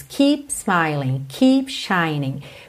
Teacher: Esse P do keep é muito interessante, porque ele quase não aparece, mas você faz a junção dos lábios